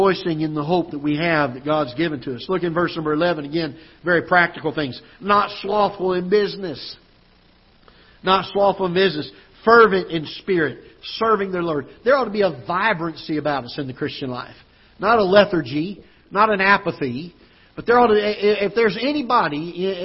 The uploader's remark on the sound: Ketha Heights Baptist Church ~ Live Broadcast